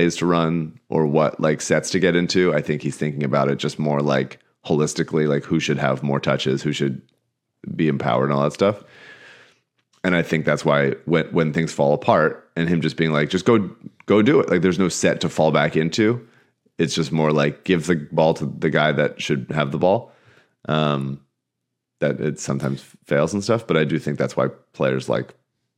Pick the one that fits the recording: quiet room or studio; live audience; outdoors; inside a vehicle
quiet room or studio